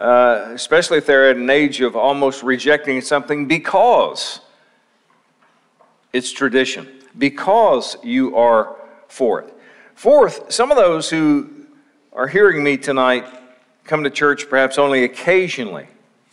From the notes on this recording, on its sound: Session 1 of Lakeside Bible Church's 2019 Spiritual Life Conference.